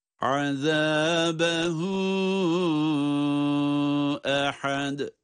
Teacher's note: sondaki dal harfini de ince ve kalkale ile okuyoruz